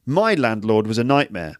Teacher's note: you're actually emphasizing I or my there, which is basically a signal to everyone that you're going to tell a little story.